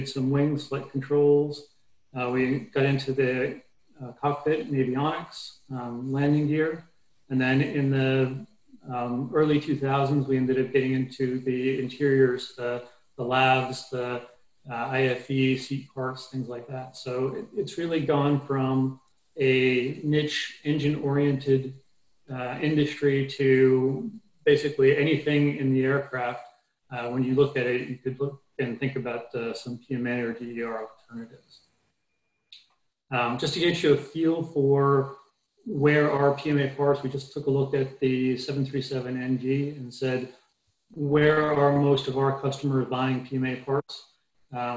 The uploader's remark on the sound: APTN Zoom Call.